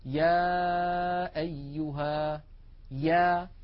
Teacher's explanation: الياء أيضا من وسط اللسان، وأن المخرج غير منقفل، وأن أقصى اللسان قد انسفل وانخفض إلى أسفل منطقة أقصى اللسان. · Term: حرف الياء